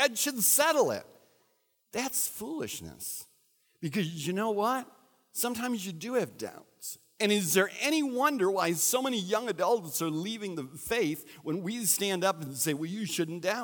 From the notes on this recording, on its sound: recorded at Central: A Christ-Centered Church